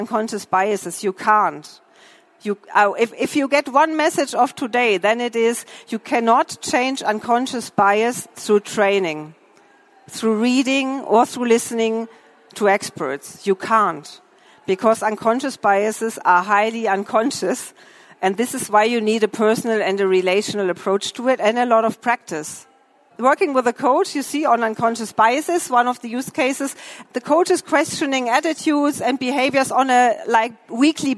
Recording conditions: busy venue